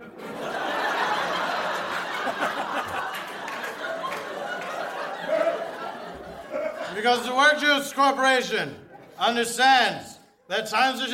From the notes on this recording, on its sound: Recorded Live 1/8/2011 at Largo, Los Angeles.